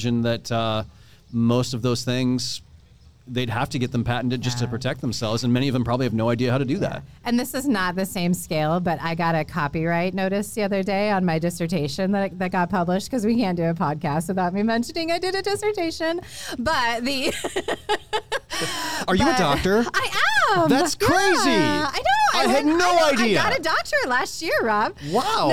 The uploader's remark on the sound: Live from EntreFEST in Iowa City!